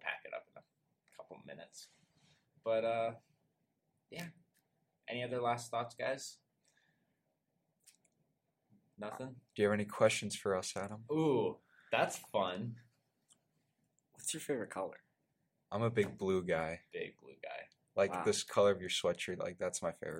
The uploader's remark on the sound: We'd like to apologize for audio quality that you may experience this week. We ran into some issues regarding our equipment the day.